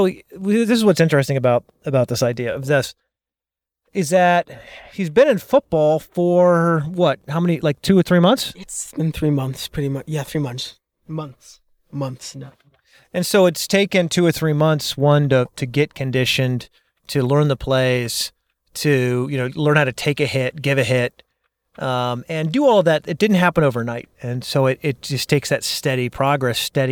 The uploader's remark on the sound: While driving to football practice.